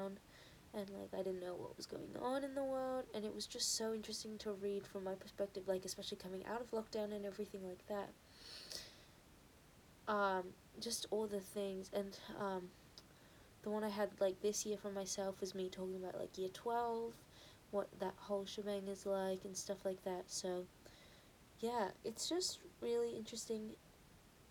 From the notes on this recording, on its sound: Excuse the sound quality.